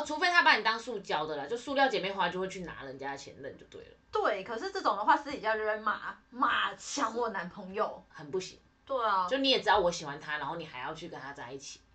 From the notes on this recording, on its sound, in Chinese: 但因為預錄集數和錄音地點的關係，所以目前還在努力測試中。雖然暫時還是會聽到不完美的音質，但之後會越來越好的喔～。